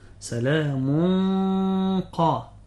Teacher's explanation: يفخم الغنة لأن الغنة تابعة لما بعدها تفخيما وترقيقا، بعكس حرف الألف تمام، فإنه يتبع لما قبله تفخيما وترقيقا، والله تعالى أعلى وأعلم. · Term: تفخيم الغنة